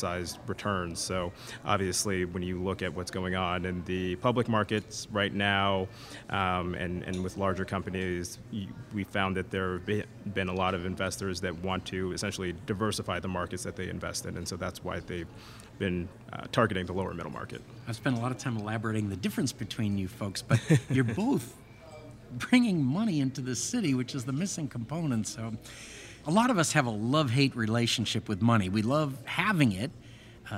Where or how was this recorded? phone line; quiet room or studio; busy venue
busy venue